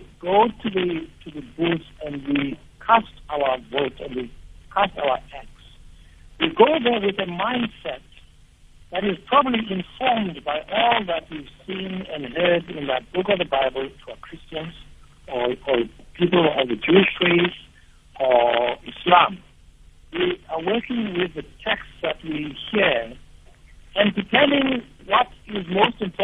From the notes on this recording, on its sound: Guest on the phone